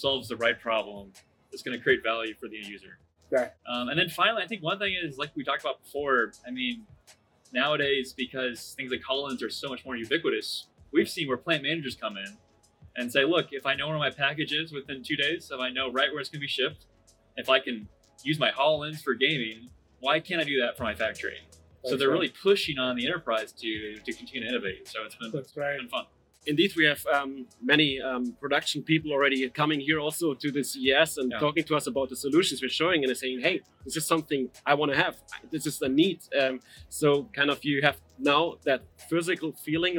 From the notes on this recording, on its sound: This episode features a fireside chat recorded live at CES 2023.